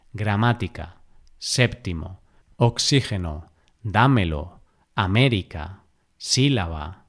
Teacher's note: Palabras esdrújulas. La sílaba tónica recae en la antepenúltima sílaba.